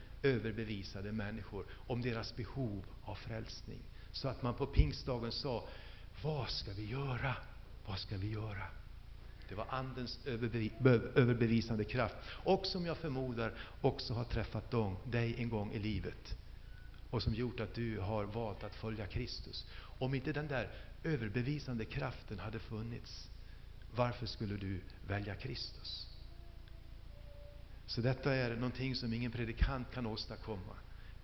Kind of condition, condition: setting, large echoing room